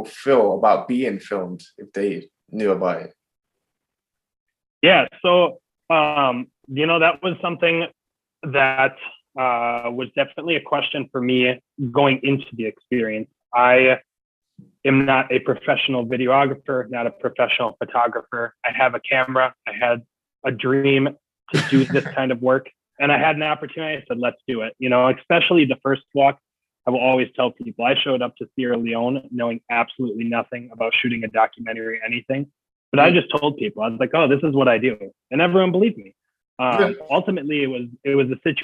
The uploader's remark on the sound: zoom interview